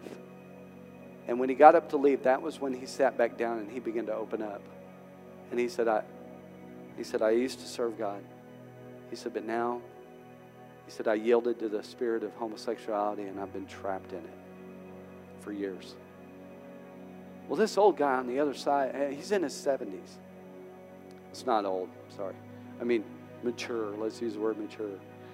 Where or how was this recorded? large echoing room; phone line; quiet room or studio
large echoing room